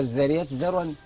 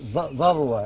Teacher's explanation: نرقق الذال ونخرج فيها اللسان · Shown in: first take